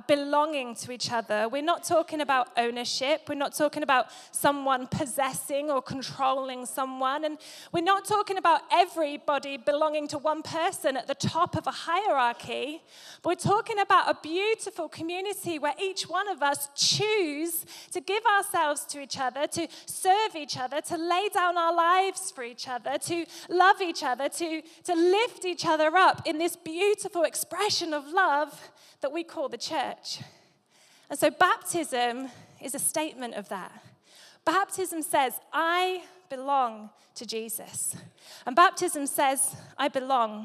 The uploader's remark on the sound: Recorded live at Life Church Lancashire.